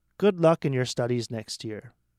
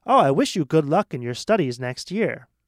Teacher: the good luck and next year are emphasized because you want good luck to sound very happy and strong · Shown in: second take · Term: stressed